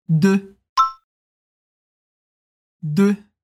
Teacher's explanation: o som de é bem fechado, de, diferente da letra E que a gente faz no português